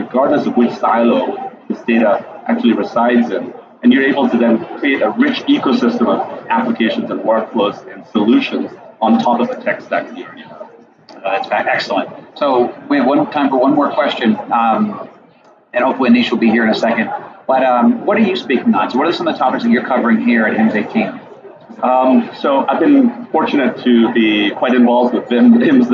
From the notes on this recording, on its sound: At The HIMSS18 Conference.